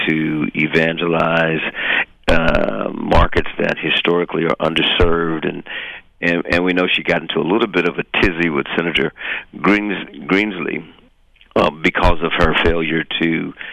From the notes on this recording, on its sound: Dials in an appearance from the 85th annual US Conference of Mayors in Washington, D.C.